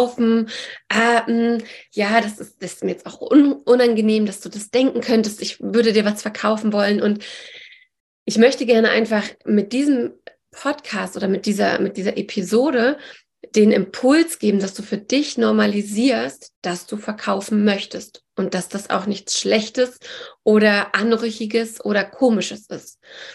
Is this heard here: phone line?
no